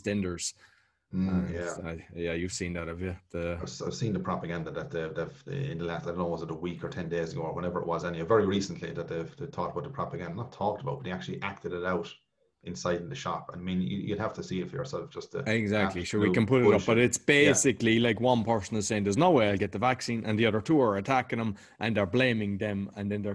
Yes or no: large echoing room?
no